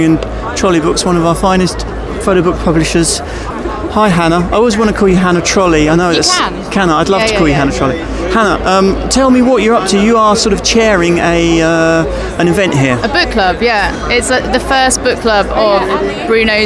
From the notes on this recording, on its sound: This years field report from the annual Photo London festival, featuring a personal, chaotic and non-comprehensive selection of chats, discussions, soundbites and random witterings.